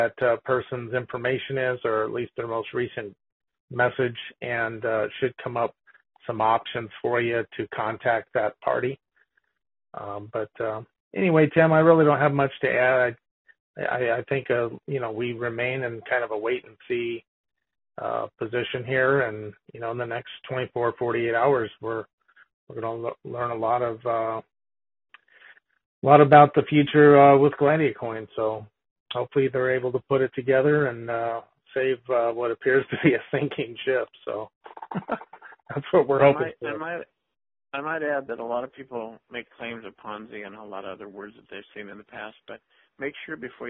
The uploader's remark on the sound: Conference call